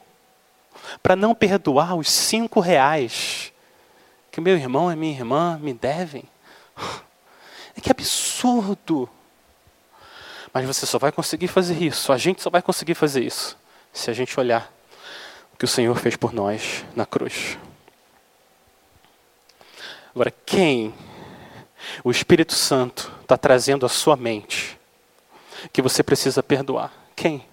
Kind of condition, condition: setting, large echoing room